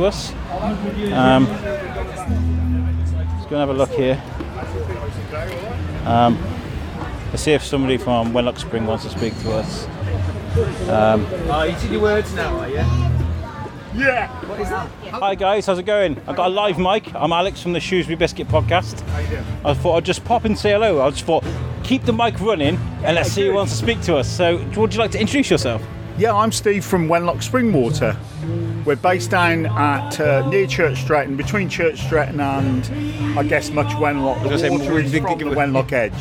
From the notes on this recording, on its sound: At Shrewsbury Food Festival 2022. Thousands of people entered The Quarry in Shrewsbury to the beloved festival where food smells filled the air, live music serenaded the masses, TV chefs walked upon the people and a certain podcaster was wondering around shoving his mic in peoples faces. Walked over 2 miles and collected more than 20 pieces of audio featuring some familiar voices and some new ones too. A Biscuit-Run where he hits record and just...walks.